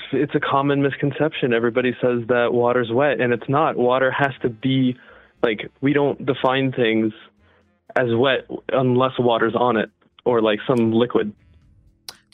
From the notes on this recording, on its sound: Every call in this episode lasts only 1 minute.